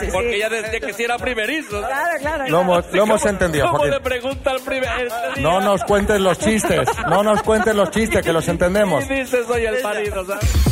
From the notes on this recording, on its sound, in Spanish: Las Mañanas KISS desde ALICANTE. Lleno total en nuestro programa en directo en Alicante. Nuestra tradicional cita a ciegas sobre el escenario.